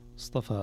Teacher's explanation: الصاد والطاء مفخمتان والفاء بمدها رقيقتان